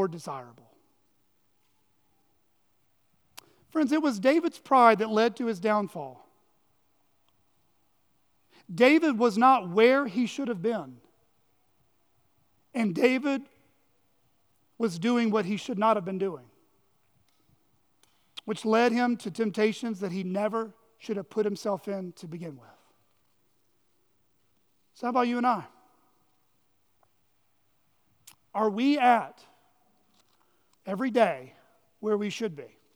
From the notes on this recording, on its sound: on the morning of January 28, 2024 at Chaffee Crossing Baptist Church in Barling, AR.